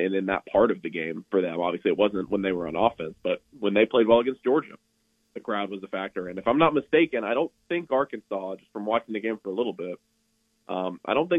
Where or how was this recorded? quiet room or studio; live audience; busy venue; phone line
phone line